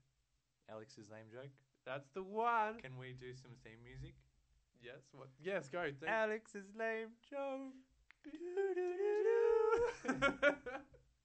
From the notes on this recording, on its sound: turn up the sound again sorry!